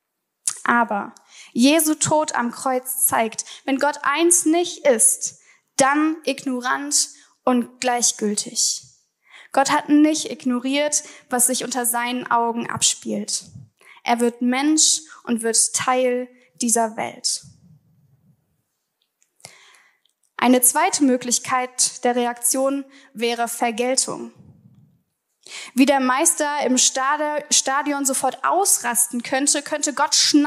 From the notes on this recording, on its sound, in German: Vortrag der Begründet-glauben-Konferenz 2023